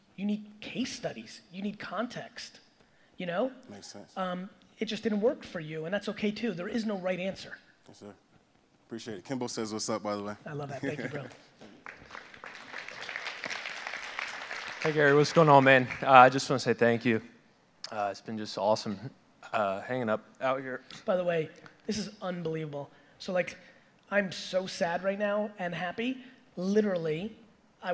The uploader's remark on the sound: Today's episode is a throwback keynote! I use the majority of the time to provide the audience as much value as possible with a 50 minute Q&A around business strategy in 2020.